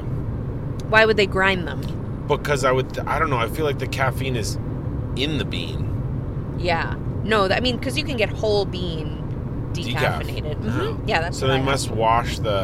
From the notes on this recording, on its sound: Roadtrip! Recording their show from a moving automobile.